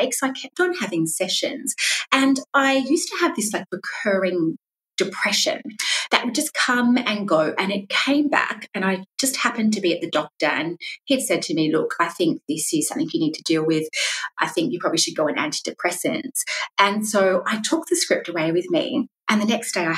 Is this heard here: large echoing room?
no